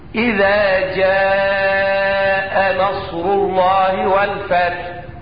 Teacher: جاء كل حروف الكلمة مرققة